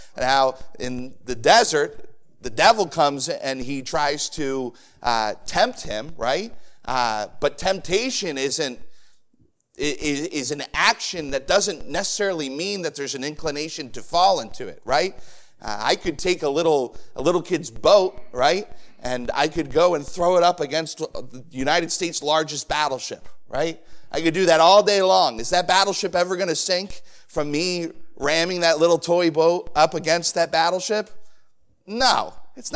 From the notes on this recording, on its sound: Sermon preached on Sunday Evening on June 18, 2023. At the First Baptist Church of Easton.